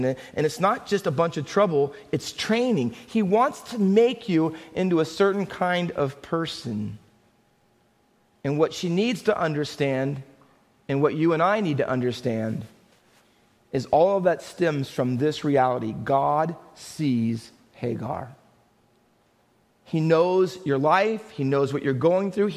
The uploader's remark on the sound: Faith Baptist Church in Hamilton, NJ.